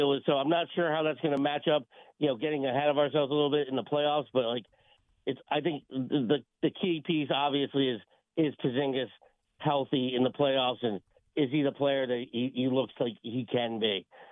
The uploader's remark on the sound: take your calls texts and tweets live on the air